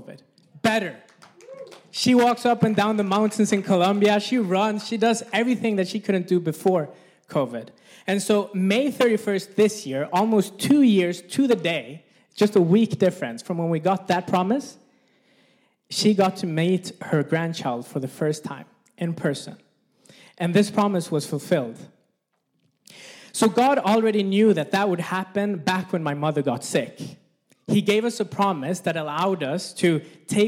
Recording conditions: live audience